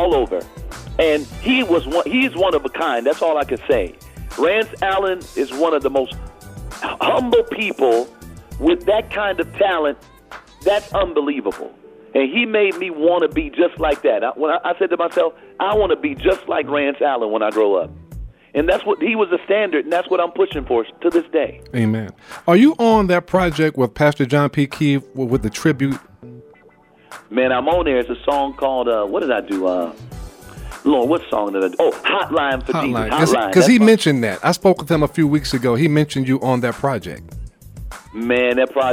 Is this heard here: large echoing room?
no